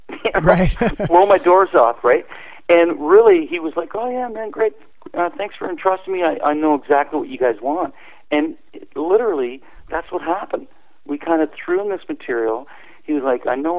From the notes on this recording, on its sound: called